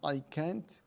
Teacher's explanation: يفخمون الكاف، هذا ليس عندنا في لغة العرب